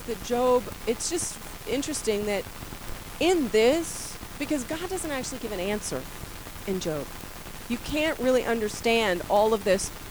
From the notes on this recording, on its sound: Warning-poor audio quality